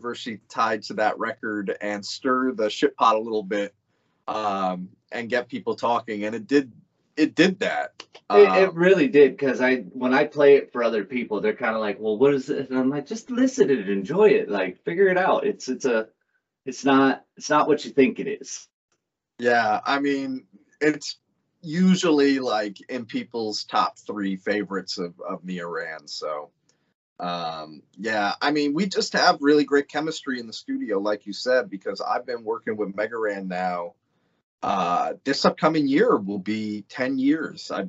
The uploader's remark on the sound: skype interview